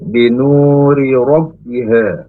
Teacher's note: Binu panjang. Dua harokat. Karena ada wawu sukun. Sebelumnya berharokat domah. · Term: mad ausli